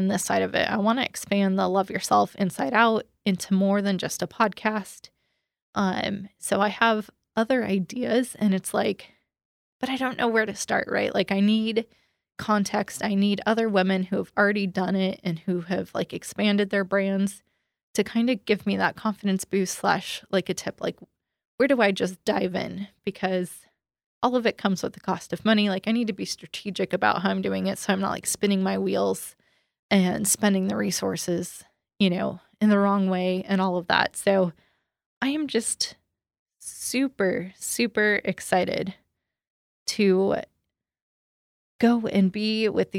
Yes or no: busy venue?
no